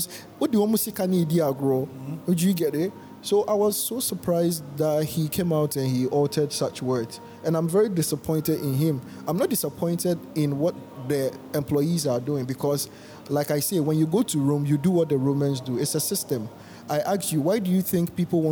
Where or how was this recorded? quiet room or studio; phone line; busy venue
busy venue